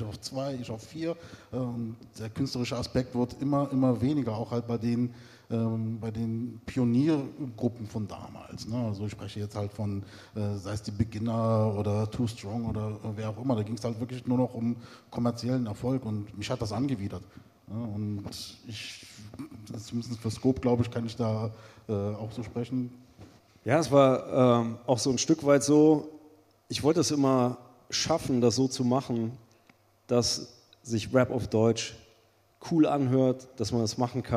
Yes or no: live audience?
yes